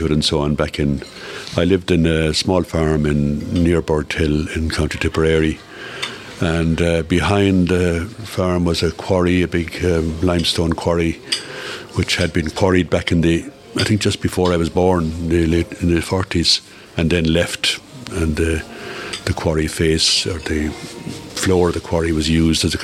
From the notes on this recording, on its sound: live from Nualas in Tuamgraney